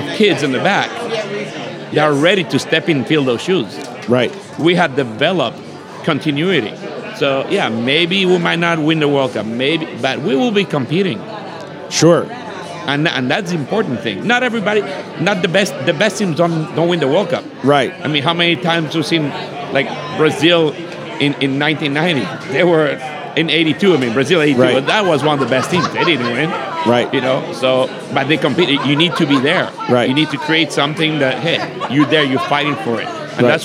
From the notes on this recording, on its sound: Live at the Bar of the US Soccer AGM